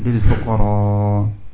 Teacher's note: Rasulullah SAW membaca dengan mad, dengan panjang